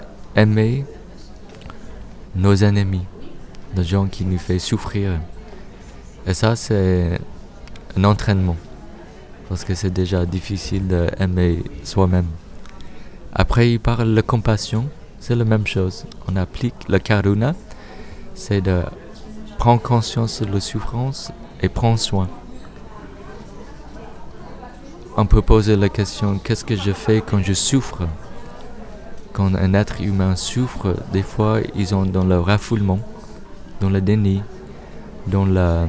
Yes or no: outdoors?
yes